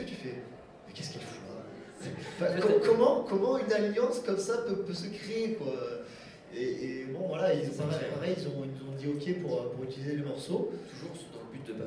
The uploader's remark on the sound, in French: Enregistré lors du TGS Springbreak de 2015.